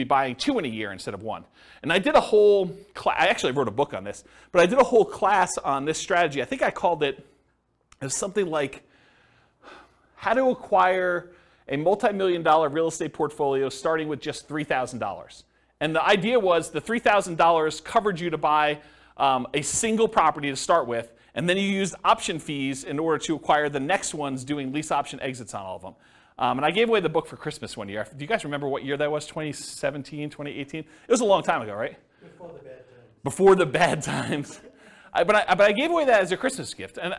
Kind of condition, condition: setting, live audience